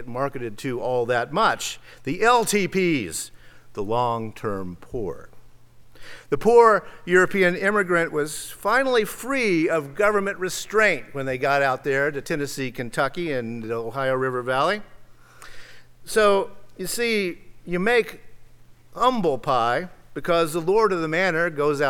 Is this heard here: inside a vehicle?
no